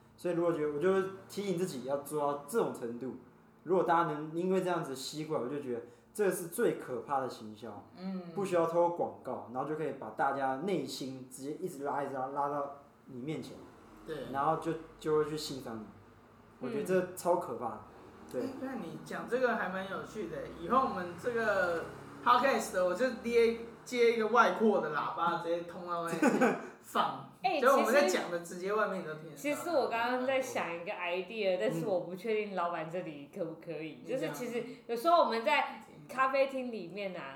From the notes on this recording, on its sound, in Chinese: 錄音地點｜ 藍色咖啡館 108台北市萬華區大理街131號。